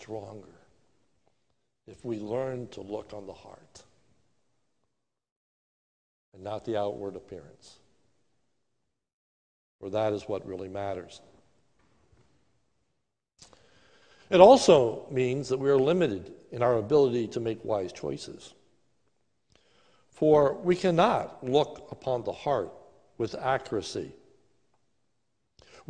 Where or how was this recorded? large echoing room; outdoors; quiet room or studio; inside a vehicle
large echoing room